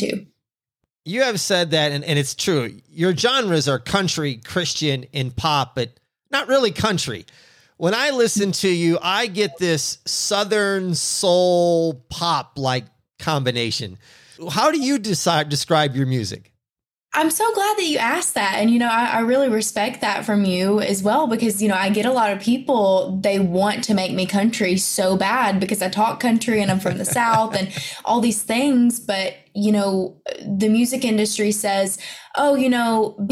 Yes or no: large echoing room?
no